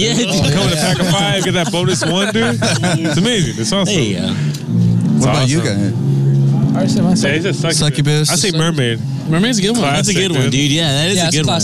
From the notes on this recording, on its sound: at their live event at the Lexington on 9/18/17